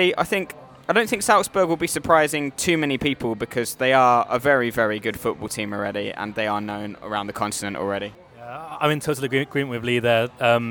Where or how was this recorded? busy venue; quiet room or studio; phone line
busy venue